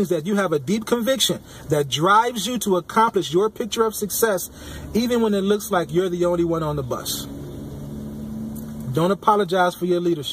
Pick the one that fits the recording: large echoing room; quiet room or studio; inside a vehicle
inside a vehicle